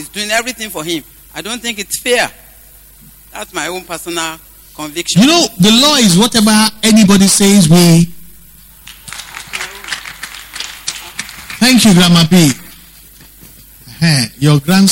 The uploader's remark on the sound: Recorded LIVE at our Wednesday Interactive Service on February 27, 2019